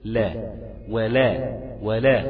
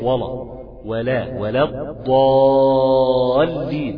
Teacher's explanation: المفروض هنا يكون حريص على ترقيق في اللام في لفظ لا · Shown in: first take · ولا ولا، وليست ولا ولا ولا الضالين، واللام برضو المشددة التي بعد المد ينتبه على ترقيقها.